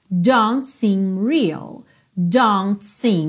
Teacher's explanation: Você também não ouviu esse T do don't, certo? Don't seem real.